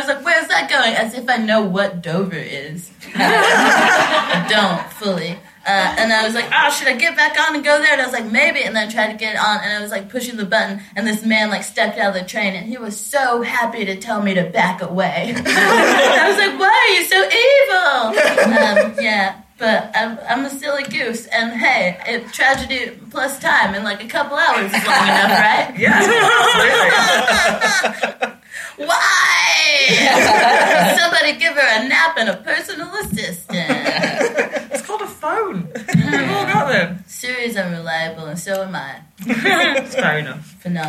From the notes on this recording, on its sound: on stage at the Marlowe Comedy Festival in Canterbury